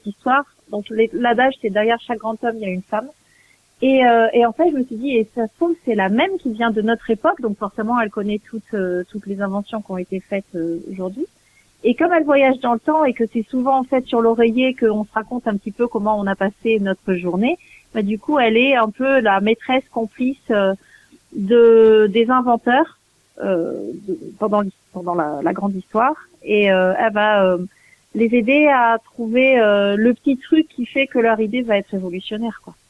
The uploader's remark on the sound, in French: reçoit par téléphone